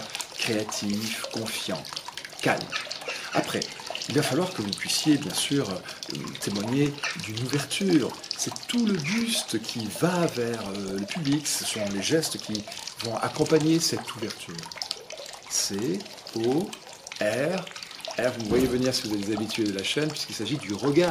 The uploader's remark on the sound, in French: Nouvelle séquence du media trainer enregistrée dans mon jardin.